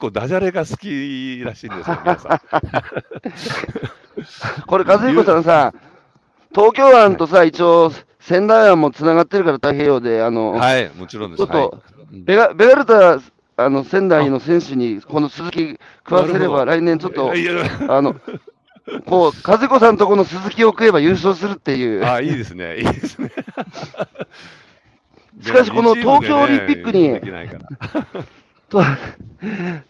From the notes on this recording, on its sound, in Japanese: 歩きながら1時間、対談する。